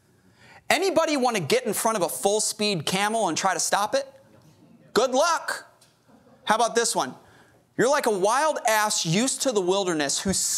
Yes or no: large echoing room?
yes